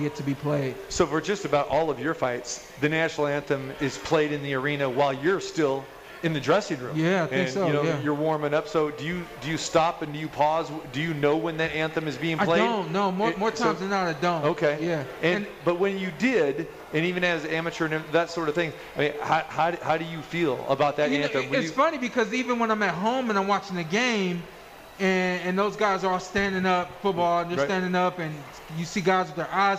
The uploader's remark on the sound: Live From The Cosmopolitan